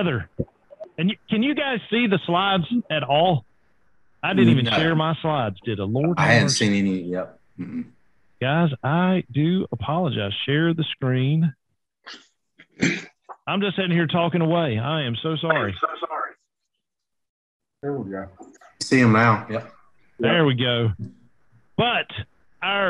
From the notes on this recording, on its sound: This recorded zoom webinar